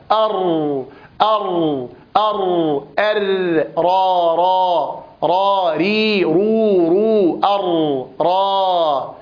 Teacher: هذا هو اللسان، هذا وجه اللسان الذي نراه في الأعلى، هذا الذي في الأسفل يقال له ظهر اللسان. فالحرف الوحيد الذي يعمل فيه ظهر اللسان هو حرف الراء، ينقلب قليلا إلى ظهره فيشترك في مخرج حرف الراء